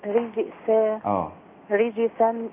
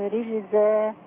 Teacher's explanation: رجسا السين وليس زاي. السين فيها صفة الهمس، الزاي فيها صفة الجهر، ولولا صفة الجهر في الزاي لكانت سينا، ولولا صفة الهمس في السين لكانت زايا، لأن الصفات والمخرج واحد بعد ذلك.